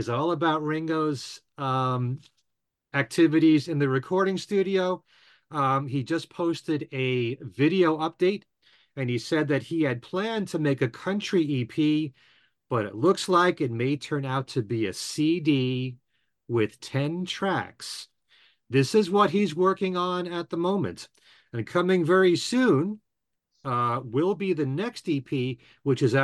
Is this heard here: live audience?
no